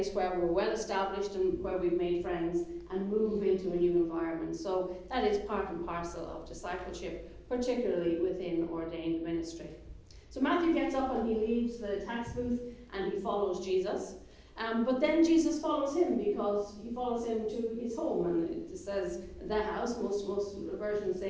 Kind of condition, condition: setting, large echoing room